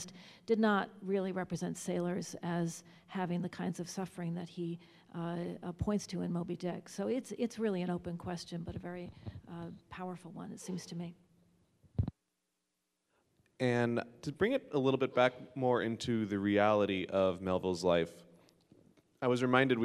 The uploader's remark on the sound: This episode was recorded before a live audience at the New Bedford Whaling Museum during their annual Moby-Dick Marathon.